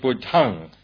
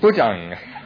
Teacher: I was having great difficulty with my aspirated consonants · Shown in: first take